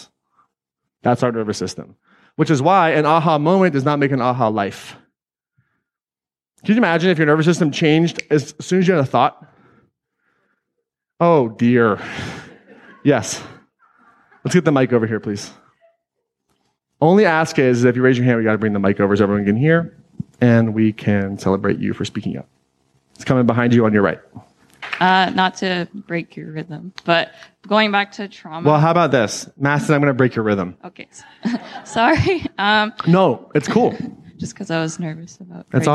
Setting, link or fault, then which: setting, live audience